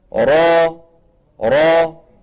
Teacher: بخلاف المرققة ما فيها تقعر. ثم أيضا لسان المزمار يرجع في الراء المفخمة فيحدث تضيق في الحلق